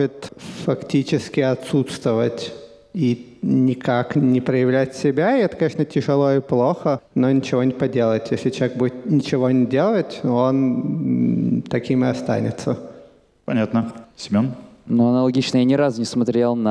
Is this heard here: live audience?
yes